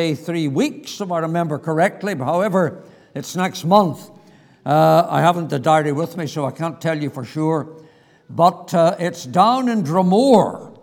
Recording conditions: large echoing room